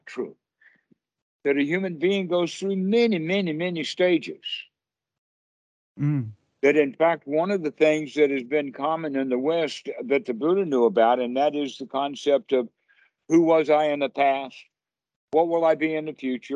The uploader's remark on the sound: skype calls on this channel